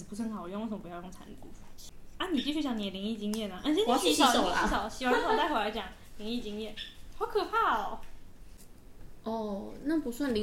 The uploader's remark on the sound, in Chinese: 這集很多拆食玩包裝的雜音！能剪掉的盡量剪掉了！請見諒！